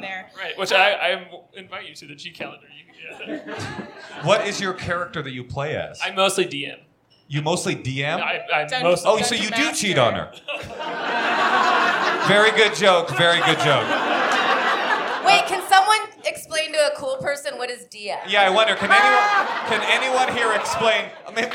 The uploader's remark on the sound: Live From the High Plains Comedy Festival